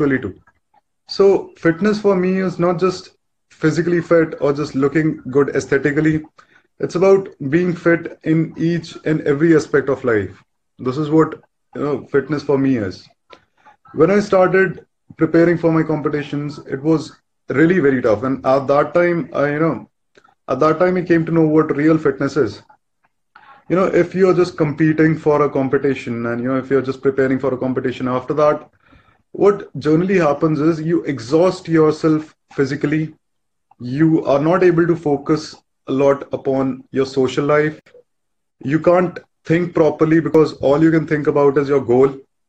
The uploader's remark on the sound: a recorded Instagram live